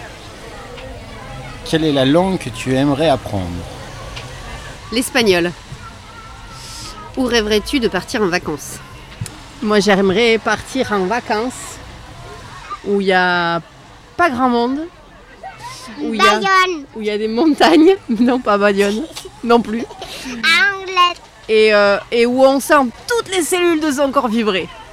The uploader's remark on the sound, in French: Défilé de questions-réponses suspendus dans la caravane de La Grande Illusion sur le parvis de la Borderline Fabrika lors du festival 5e Pierre.